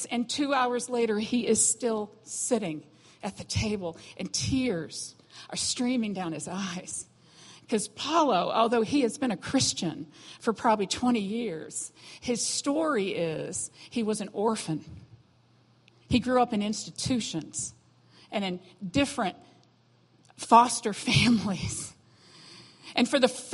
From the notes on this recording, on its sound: was recorded on Sunday, August 27, 2017, during morning service at Celebration Life Family Church.